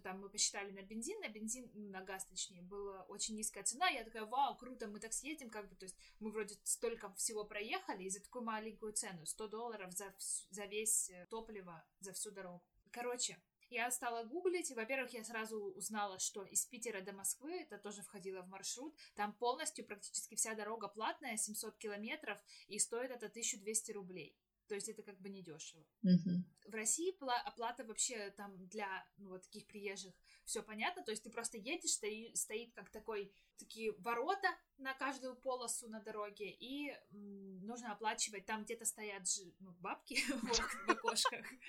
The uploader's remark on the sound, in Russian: Осторожно! Плохой звук